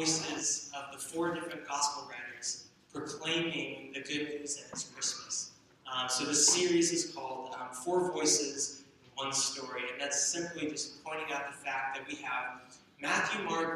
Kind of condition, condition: fault, poor sound quality